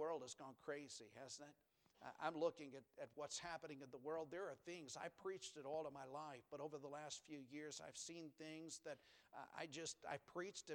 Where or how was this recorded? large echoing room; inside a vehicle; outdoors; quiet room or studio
large echoing room